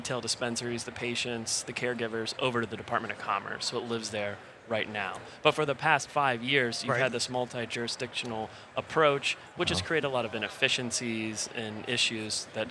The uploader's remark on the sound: Recorded at MJBizCon 2023